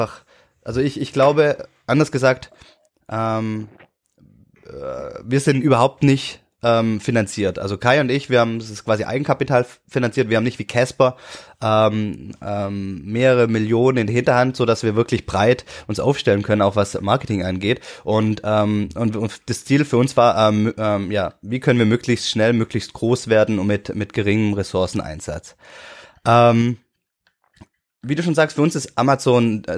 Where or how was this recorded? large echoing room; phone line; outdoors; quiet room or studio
quiet room or studio